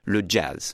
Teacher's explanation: they pronounce it as if it had an initial D